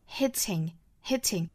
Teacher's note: 这个 t 的发音呢，英式发法会把它非常清晰的爆破出来